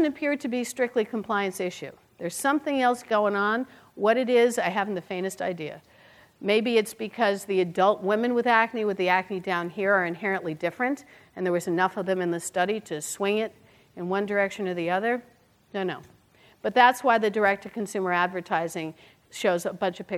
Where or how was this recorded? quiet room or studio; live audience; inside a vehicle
live audience